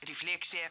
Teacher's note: В этом слове ударение должно падать на второй слог.